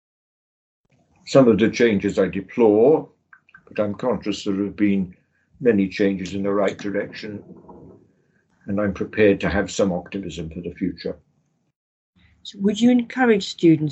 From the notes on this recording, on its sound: The interview was recorded online.